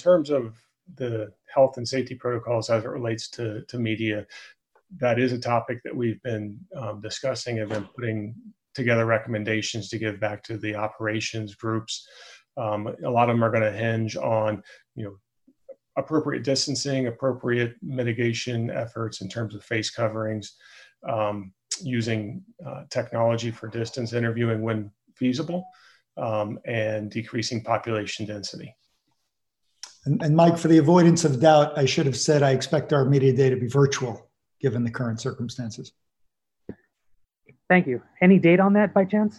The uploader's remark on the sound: The Pac-12 Conference held a ZOOM press conference